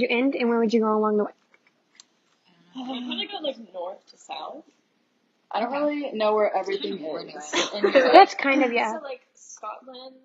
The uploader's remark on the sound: It’s our first group chat but we r working to get better audio.